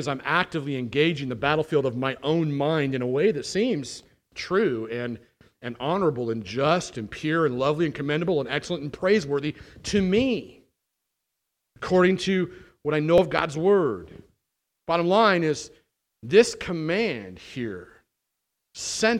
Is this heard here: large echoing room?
yes